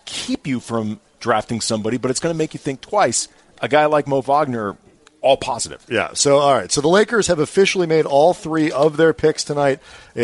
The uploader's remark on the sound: live from the UCLA Health Training Center as the NBA Draft rolls through.